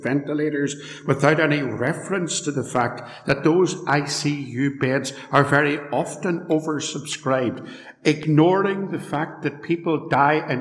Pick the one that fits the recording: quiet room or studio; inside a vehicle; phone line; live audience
live audience